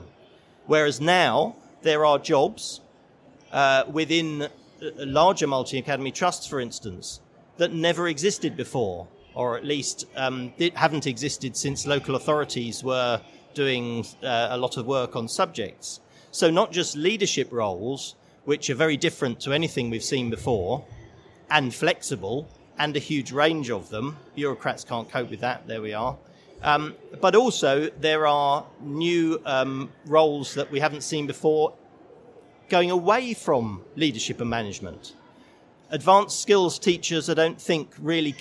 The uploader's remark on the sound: This session was recorded live on 14th November 2019 in the MAT Summit of the Schools & Academies Show at the NEC in Birmingham.